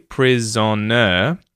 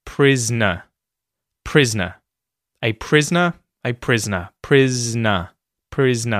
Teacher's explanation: So the O there just sort of disappears, and that syllable disappears. · Shown in: second take